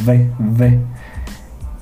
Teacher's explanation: tus dientes incisivos, los de arriba, los tocas con tu labio de abajo y así pronuncias la V, le haces V, V. · Term: labiodental